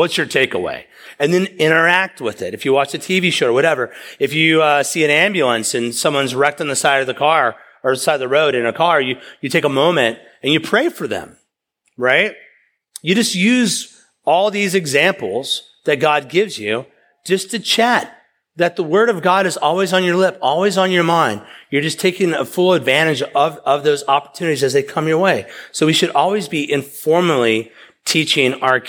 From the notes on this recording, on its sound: preached at East River Church